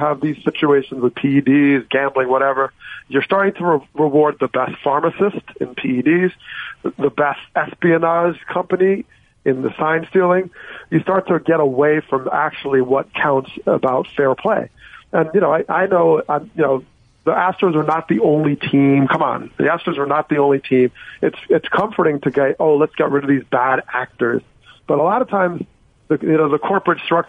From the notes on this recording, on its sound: called in to the …/… show